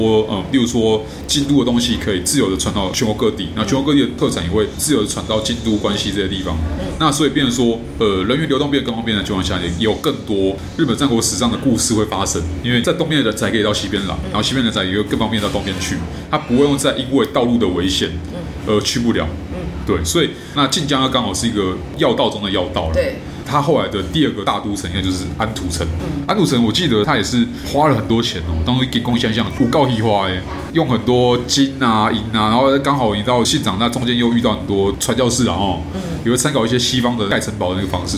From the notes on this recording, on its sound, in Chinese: 本集白噪音指數：蚊風級 1/5。錄音地點： 齊客咖啡 The Gathering Cafe。